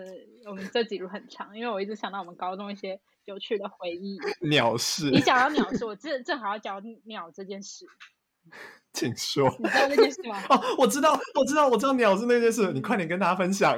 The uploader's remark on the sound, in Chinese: 此篇因為太久沒錄音所以有點激動導致音有點爆